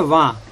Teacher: जैसे मां अनुनासिक है तैसे ही वां बोल दिया गया है